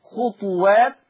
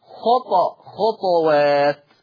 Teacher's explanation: حفص يقرأ بالضم خطوات، أما ورش فيقرأ بالإسكان مع القلقلة